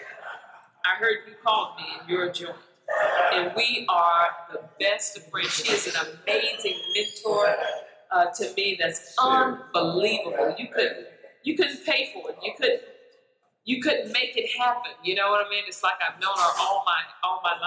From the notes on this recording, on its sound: Sorry for the audio because it was recorded live